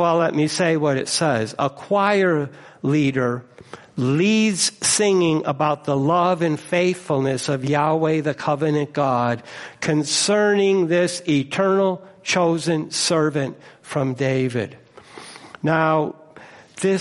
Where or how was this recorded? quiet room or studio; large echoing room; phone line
large echoing room